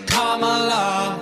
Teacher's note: It's not Kamala, no, her name is Kamala. Emphasize the first syllable, it's Kamala.